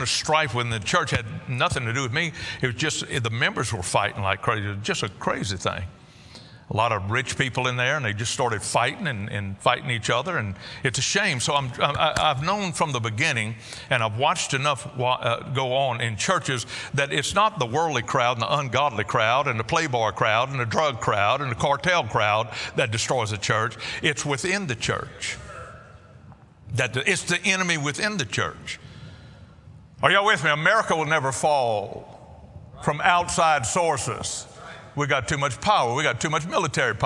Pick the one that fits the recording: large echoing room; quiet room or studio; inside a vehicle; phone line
large echoing room